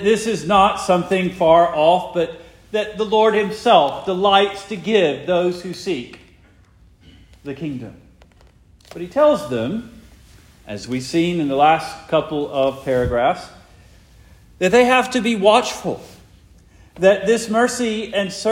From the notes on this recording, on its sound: Preached the morning of August 6, 2023, for the Heidelberg Presbyterian Church in Heidelberg, Mississippi.